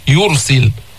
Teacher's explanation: يرسل فخمنا الراء لأنه ساكنة وقبل ضمه، يرسل مش قلنا إذا سكنت وقبلها ضم أو فتح مثل العرش، وهون ير تفخم الراء، يرسل.